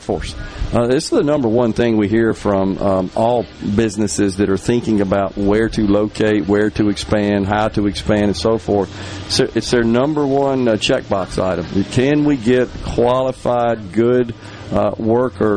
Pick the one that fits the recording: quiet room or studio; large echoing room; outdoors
outdoors